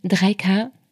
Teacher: Und die Zahl, die du eigentlich souverän in den Raum stellen wolltest, rutscht dir als Fragezeichen raus.